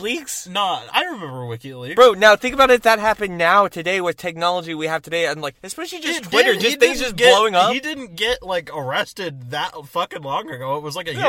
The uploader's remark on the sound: From the Car